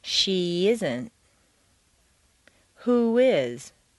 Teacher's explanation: Add a y glide after an e sound and a w glide after an oo sound. · Term: vowel-vowel liaison